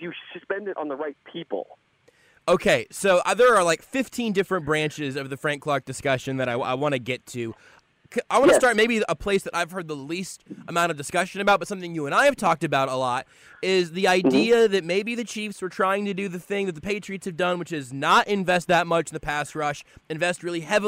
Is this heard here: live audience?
no